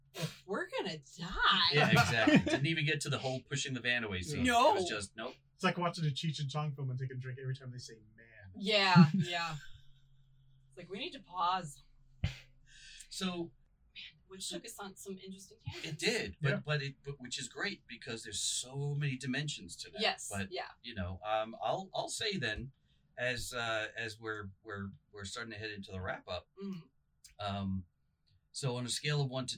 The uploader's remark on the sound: Since we're still learning, we botched the actual recording of the audio, so we used the sound from the two cameras we shot the video version of the show with. We sound fine, but it's a little "room-toney".